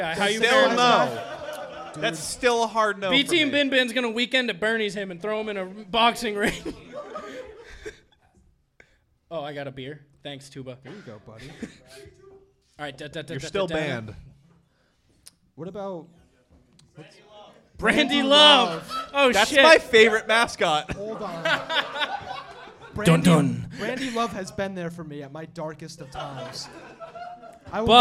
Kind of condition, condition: setting, live audience